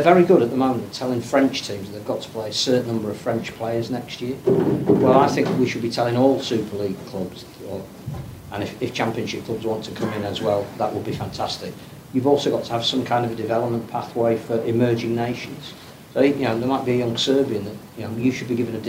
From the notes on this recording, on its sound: Forty20 LIVE at Dewsbury Library. The RLWC2021 Cultural Festival continues as we're live at Dewsbury Library.